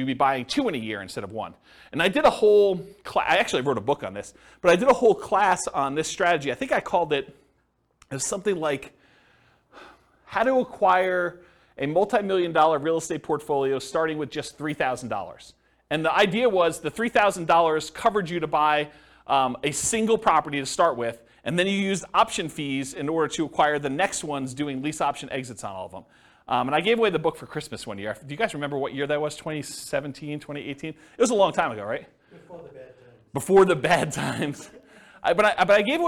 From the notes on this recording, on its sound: This was a live class recorded